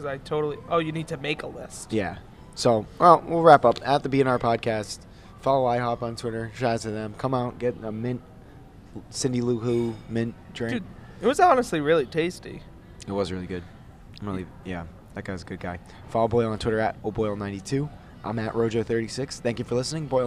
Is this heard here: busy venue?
yes